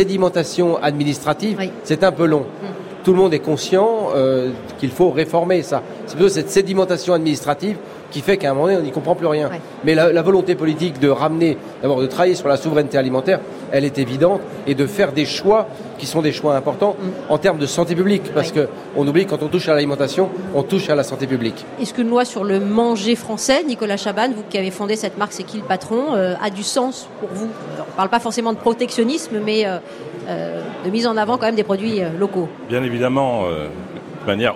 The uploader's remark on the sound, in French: Au salon de l'agriculture. Deuxième journée en direct du Salon de l'Agriculture pour Ma France.